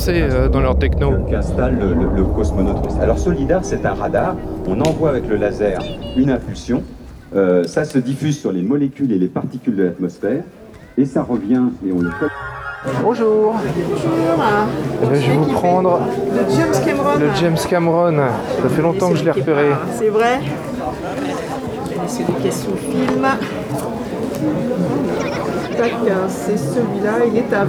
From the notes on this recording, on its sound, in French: un épisode Hors-Série en direct du Star's Up Festival